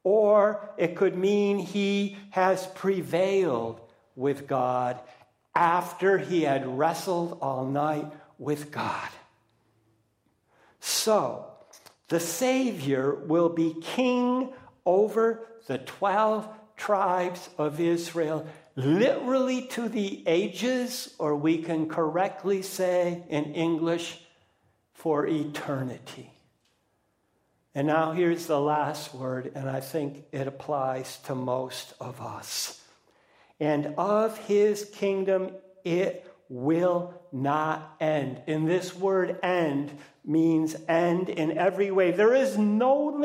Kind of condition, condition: setting, large echoing room